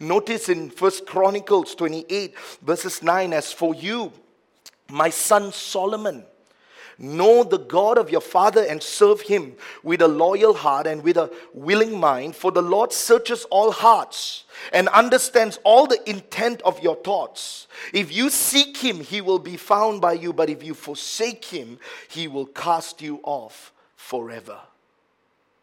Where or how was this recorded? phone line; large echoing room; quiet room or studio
large echoing room